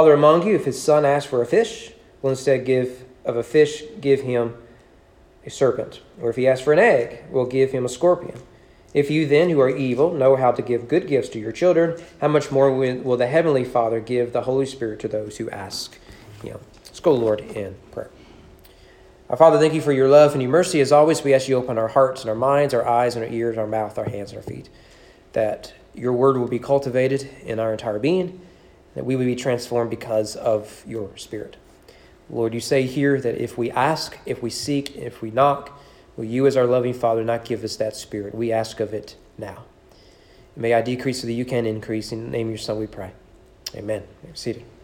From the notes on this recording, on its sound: Sermon preached on January 31, 2020 at East Frankfort Baptist Church during morning worship.